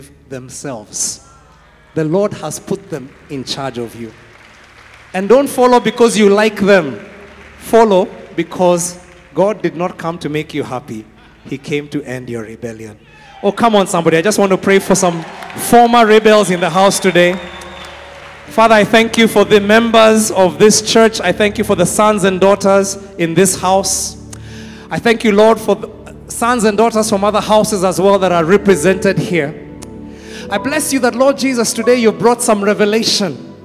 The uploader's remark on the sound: Preached at Worship Harvest Camp, Kampala